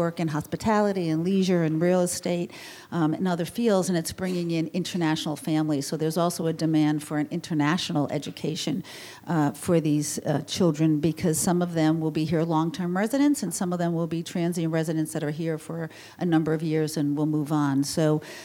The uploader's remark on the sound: Part of the City of Tomorrow: Real Estate, Architecture & Design Summit presented by 92Y and Hundred Stories. Recorded on February 4, 2017 at 92nd Street Y.